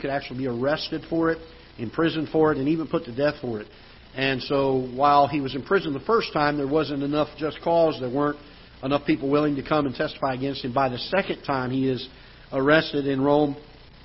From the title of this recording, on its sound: Ketha Heights Baptist Church ~ Live Broadcast